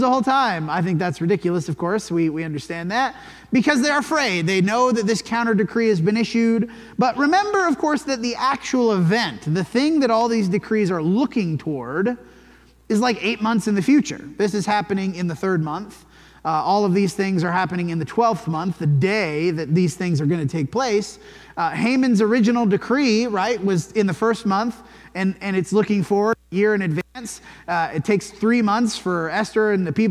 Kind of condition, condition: setting, large echoing room